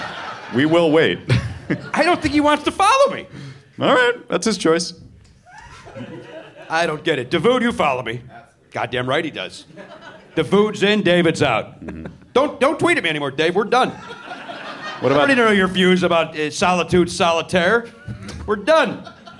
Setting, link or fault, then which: setting, busy venue